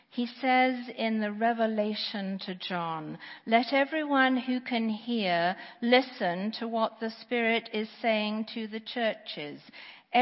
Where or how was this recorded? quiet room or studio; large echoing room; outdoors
large echoing room